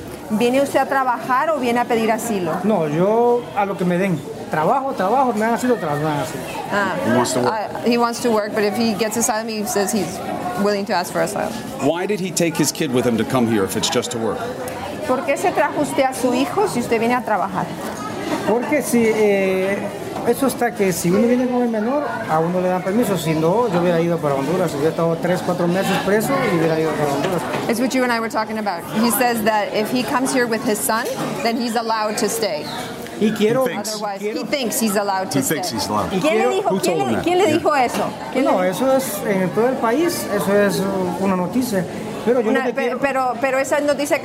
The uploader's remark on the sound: Live from the Southern Border. Speaks with border patrol agents, and migrants live from Hidalgo, TX.